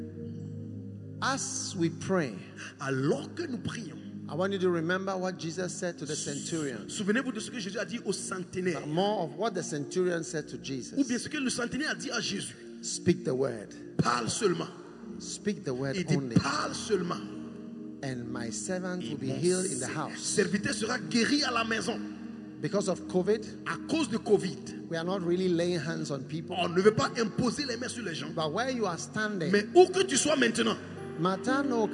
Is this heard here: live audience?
yes